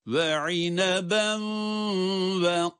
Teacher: Hem idgam yapıyoruz hem gunne sesini çıkarıyoruz. · Term: idgam ma'al gunne